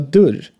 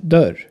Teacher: In Stockholm wird das kurze Ö vor R leicht zu einem Ü. · Shown in: first take